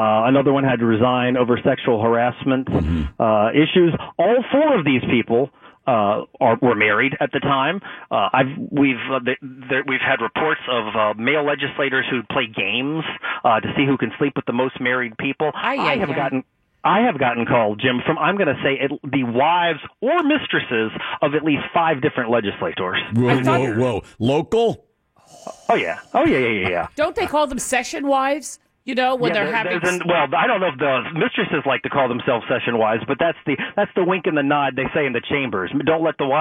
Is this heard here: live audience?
no